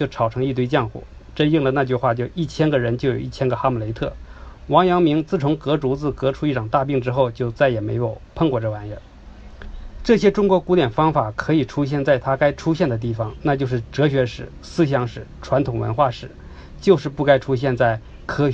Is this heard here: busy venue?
no